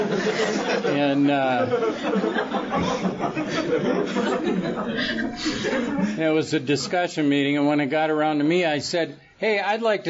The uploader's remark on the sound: Tells his story at the Fellowship of the Spirit Conference held in Utah in 2011.